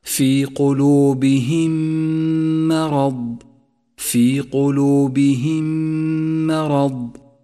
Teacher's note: قلوبهم مرض، جاءت الميم الساكنة وبعدها ميم متحركة، والواجب هنا أن ندغم الميم الأولى بالميم الثانية فتصيران ميما واحدة مشددة، نقف عليها بغنة زمنها حركتان